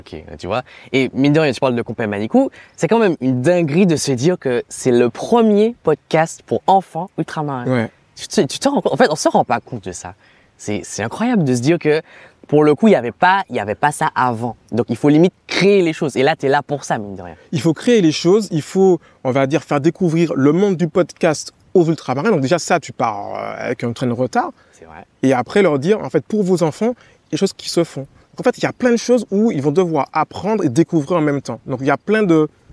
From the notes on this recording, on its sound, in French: Cet épisode a été enregistré au milieu d'un fleuve, en Guyane.